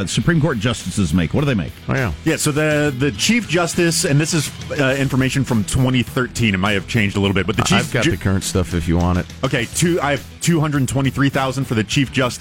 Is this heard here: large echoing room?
no